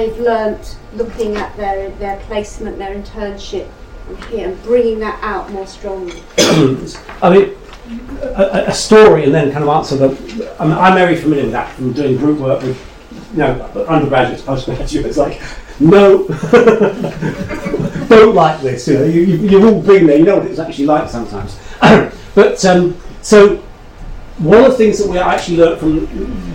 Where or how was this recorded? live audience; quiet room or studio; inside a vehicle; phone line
live audience